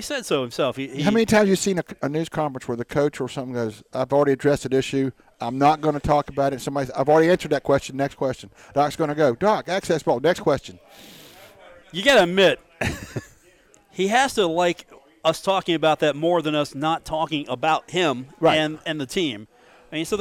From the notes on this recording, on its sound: broadcast live from The Union Pub and Grill in Huntington, West Virginia.